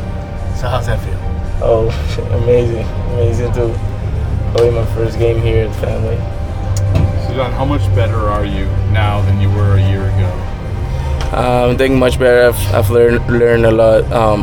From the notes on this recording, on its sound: we bring you behind the scenes to hear the outfielder's introductory press conference